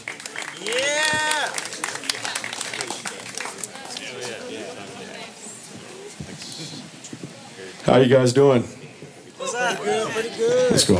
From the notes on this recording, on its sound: Recorded live at Late at the Lake, at Mozart's Coffee Roasters in Austin, Texas on Tuesday, May 2nd, outdoors on our main stage.